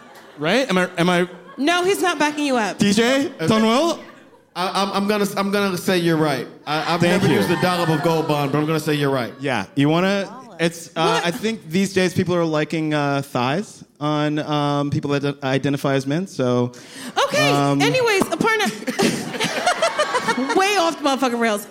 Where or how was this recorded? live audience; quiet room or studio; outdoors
live audience